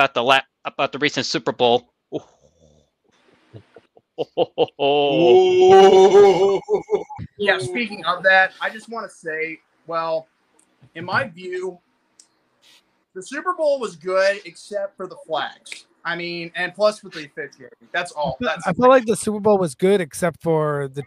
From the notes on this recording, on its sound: I want to apologize once again with the audio and having technical difficulties throughout the program